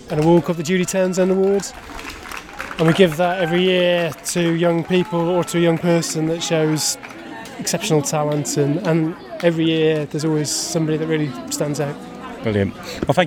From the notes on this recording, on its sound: Belle Vue Arts Festival Opener 2023. We cover the open evening of the exhibition at Mrs Jones Gallery in Coleham. Held on the side on the river at the end of the Greyfriars Bridge, there was sunshine, music, activities and pants.